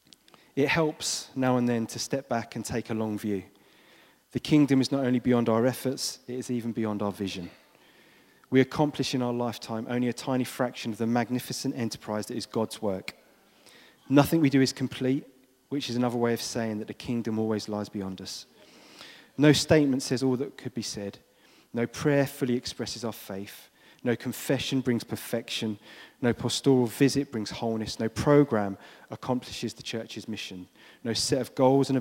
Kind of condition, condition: setting, large echoing room